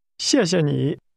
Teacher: In that, the word for you is pronounced with a falling, rising tone.